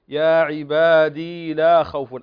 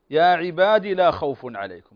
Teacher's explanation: ما تمديش الدال، الدال بدون مد، يا عبادي الكسرة مباشرة بعدها اللام · Shown in: second take